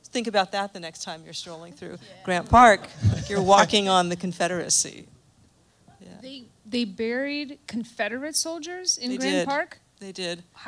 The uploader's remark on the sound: An amazing LIVE audience at Lincoln Hall in Chicago IL.